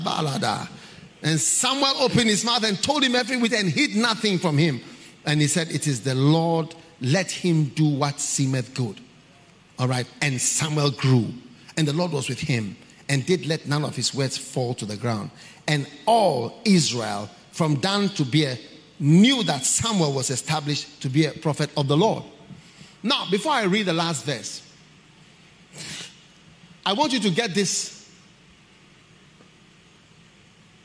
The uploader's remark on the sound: Preached at the Qodesh